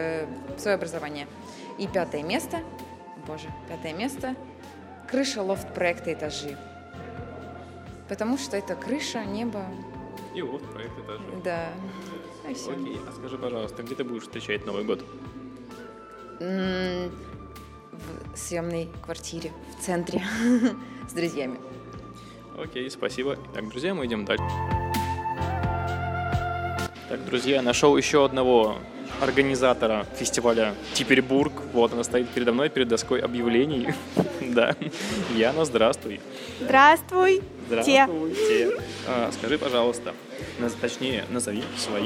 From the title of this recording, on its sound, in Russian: «Podcast TRAVEL TIME» на фестивале «Теперьбург»